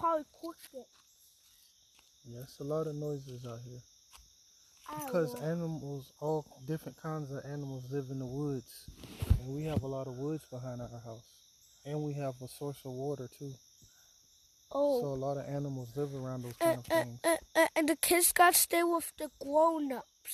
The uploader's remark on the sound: I record conversations my son and I have while walking him to the bus stop.